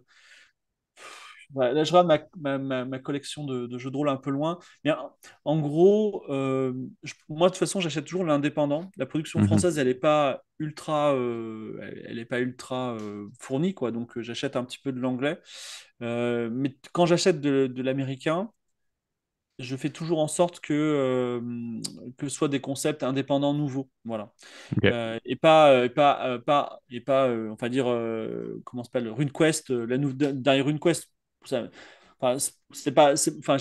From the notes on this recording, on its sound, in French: l'échange s'est déroulé en live depuis le Twitch